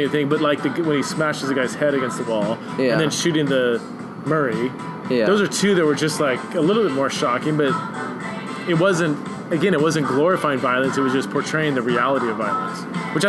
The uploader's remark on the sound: went out to a local pub